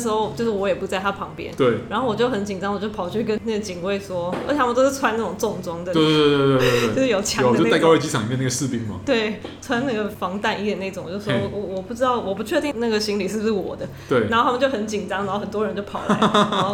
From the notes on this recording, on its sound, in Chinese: 本集白噪音指數：蚊風級 1/5。錄音地點： 某某咖啡 - MOMO Coffee Bistro。